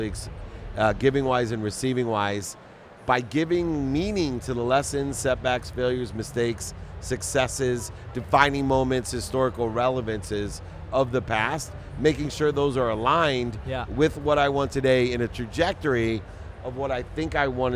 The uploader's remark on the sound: at Collision Conference in June 2023